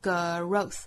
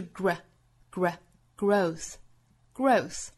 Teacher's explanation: 在 g 和 r 这两个辅音之间不要加元音 · Shown in: second take